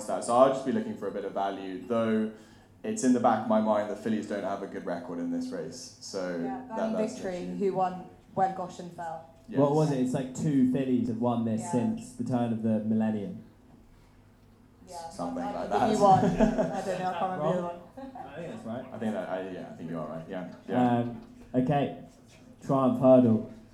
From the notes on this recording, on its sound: the recording from our much-anticipated Cheltenham Preview live event